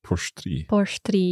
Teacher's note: it's got this sht sound between the R and the T, a bit like orst.